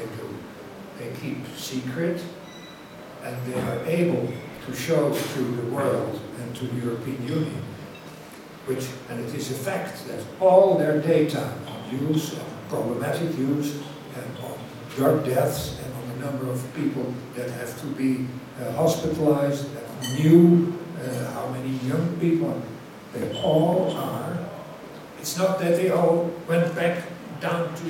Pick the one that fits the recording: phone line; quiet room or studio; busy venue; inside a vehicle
busy venue